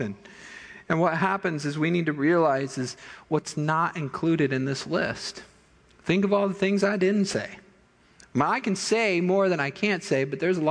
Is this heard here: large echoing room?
yes